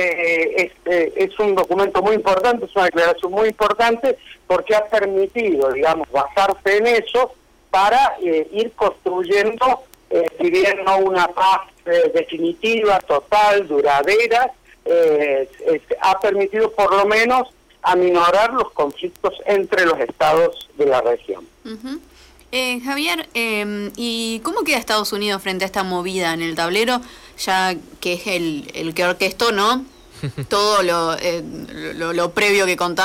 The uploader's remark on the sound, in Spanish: En entrevista telefónica